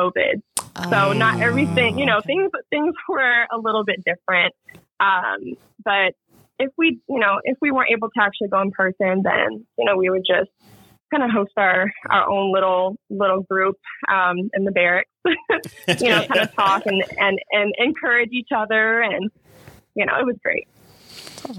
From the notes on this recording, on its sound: we have a phone call with the remarkable